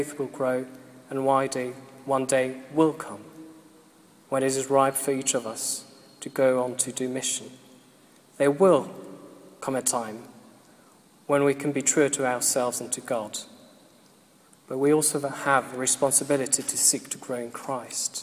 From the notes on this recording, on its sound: This was recorded at the Moot Eucharist at the Guild Church of St Mary Aldermary 17th June 2012.